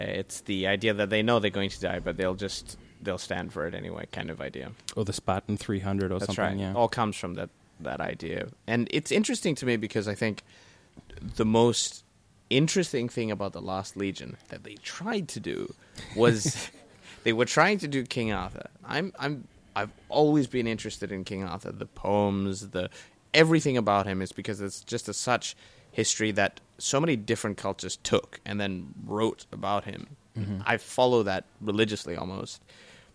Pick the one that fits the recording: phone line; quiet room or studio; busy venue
busy venue